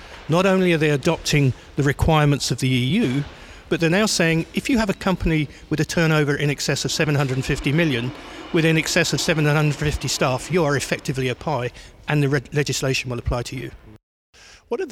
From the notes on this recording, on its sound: We hear more live interviews from the recent International Accounting Forum and Awards 2022 which took place in London recently. Enjoy the live buzz of the event!